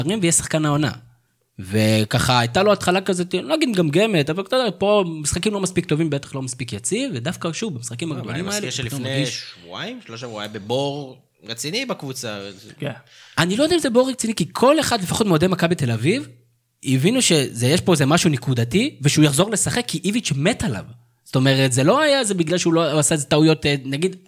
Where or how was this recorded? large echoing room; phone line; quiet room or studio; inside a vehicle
quiet room or studio